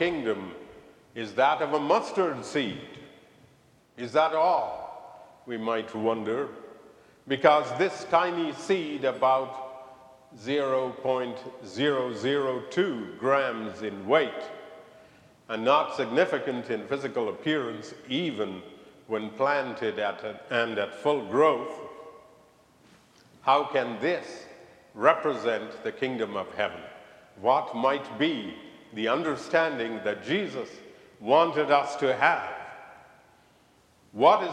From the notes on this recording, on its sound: recorded live at the 10:00am service on Sunday, July 30, 2023.